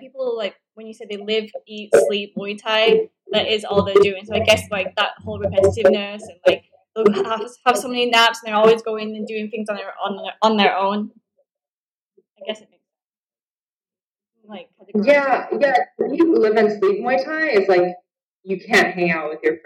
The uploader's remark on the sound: Skype call.